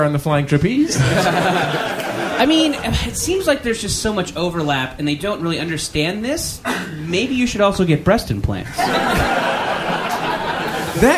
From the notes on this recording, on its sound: Live at MaxFunCon 2012. For a live show at MaxFunCon.